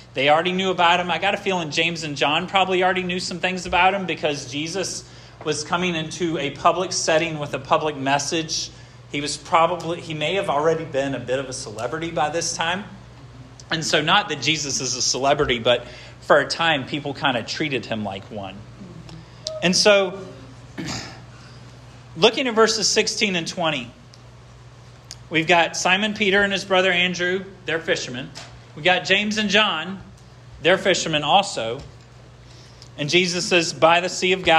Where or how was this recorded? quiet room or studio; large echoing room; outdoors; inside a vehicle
large echoing room